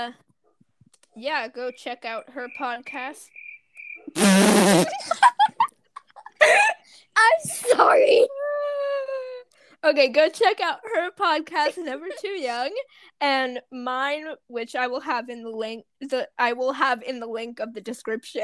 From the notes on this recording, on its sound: Sorry for the technical difficulties.